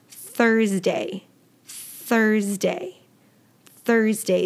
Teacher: Now notice that you aren't really hearing the TH sound, and that's because it is an unvoiced TH sound. So you are simply blowing air through your tongue and teeth.